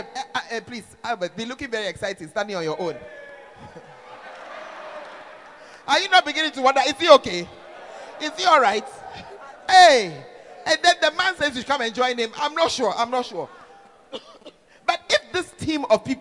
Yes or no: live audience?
yes